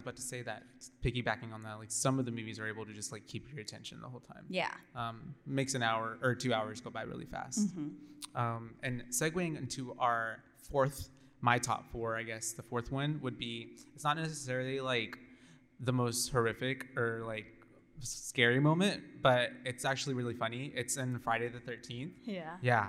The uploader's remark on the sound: coming to you LIVE from RogueCon'23!